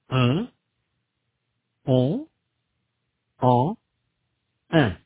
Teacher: Un, on, en, and un represent nasal vowels. They are vowels. No consonant sound N is heard.